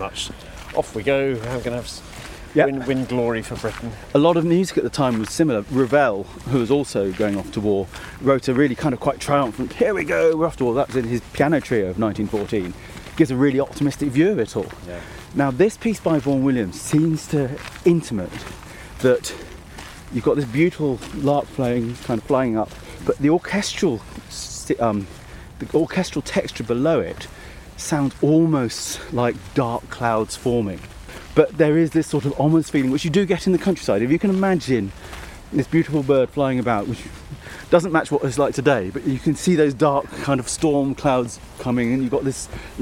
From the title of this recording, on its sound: while wandering in the Cotswold Hills